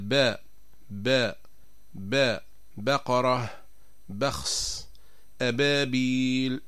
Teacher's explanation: وعند الكسر نقول وي وي وفاقا الورد الورد وي وفاقا أما عند السكون نقول أو يو يومئذ أوفوا بالعقود يخشون يومئذ هذا بالنسبة لحرف الواو أما بالنسبة لحرف الباء فتخرج من بين الشفتين بانطباقهما انطباقا أقوى بدون اشتراك الخيشوم